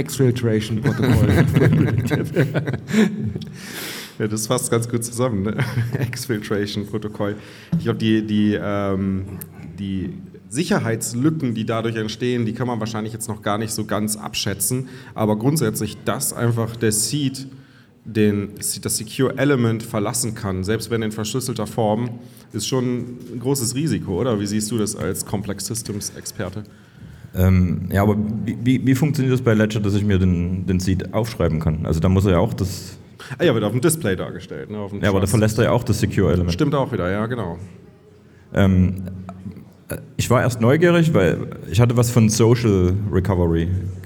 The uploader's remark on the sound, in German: Live vom Bitcoin Block München